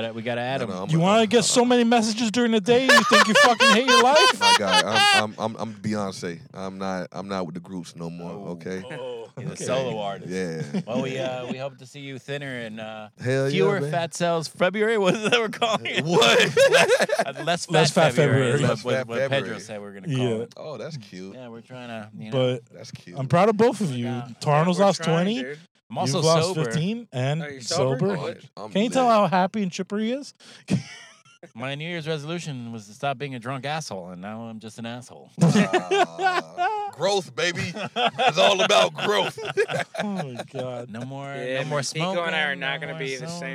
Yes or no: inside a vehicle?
yes